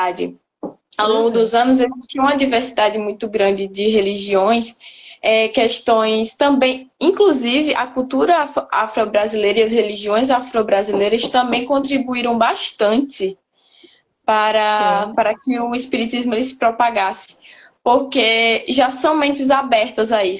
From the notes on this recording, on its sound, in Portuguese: Live realizada através do Instagram